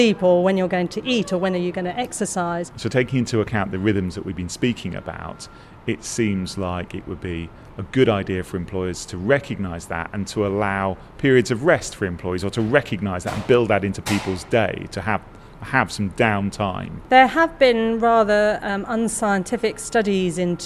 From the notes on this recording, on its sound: This podcast was recorded live from Boyes Turner’s HR Conference. In London.